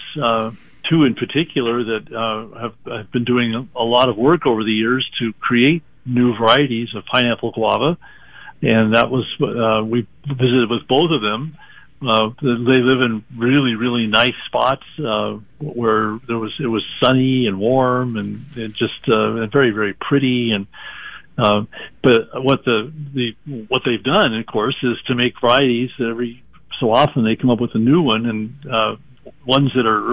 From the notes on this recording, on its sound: Is live in the studio. Will be joining us live via phone.